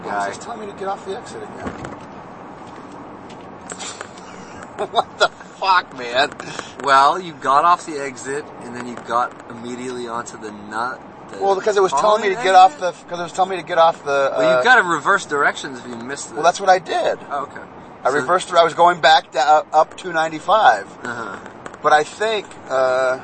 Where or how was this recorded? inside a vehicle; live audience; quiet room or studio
inside a vehicle